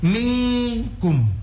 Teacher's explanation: Nun sukun atau tanwin ketemu dengan qaf atau kaf, nun sukun atau tanwinnya itu langsung berbunyi ng. · Term: ikhfa